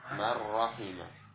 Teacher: Dan di tasydid karena dimasukkan ke huruf berikutnya tanpa adanya gunnah · Term: idgham bila gunnah